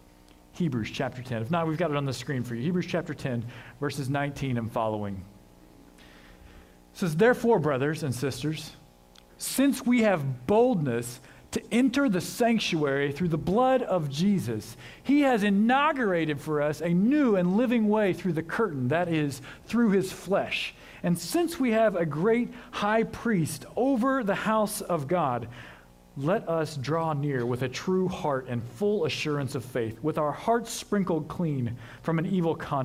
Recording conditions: large echoing room